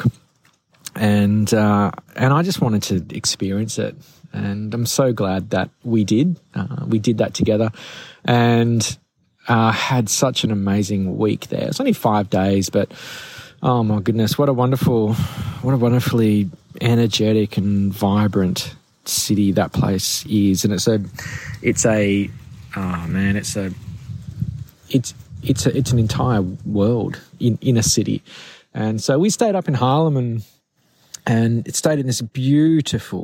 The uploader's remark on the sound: I recorded this episode directly into my phone in the middle of a beautiful forest in the Luxulyan Valley in Cornwall. There was no mic so the sound might be a bit dodgy.